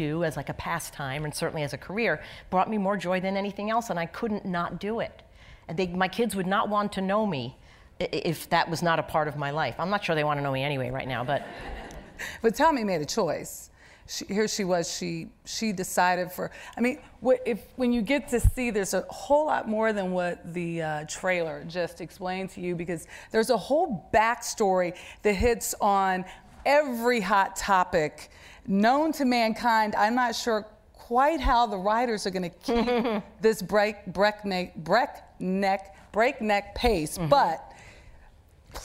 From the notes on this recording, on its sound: The conversation was recorded on February 5, 2020 in front of a live audience at New York's 92nd Street Y.